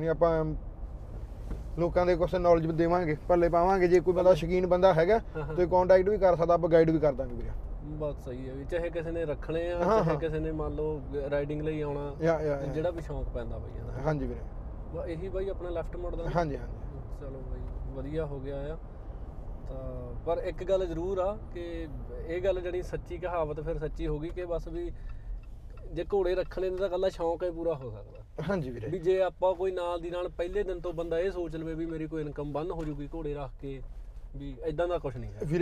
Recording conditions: inside a vehicle